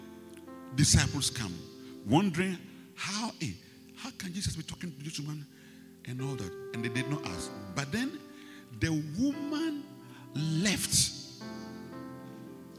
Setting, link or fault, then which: setting, large echoing room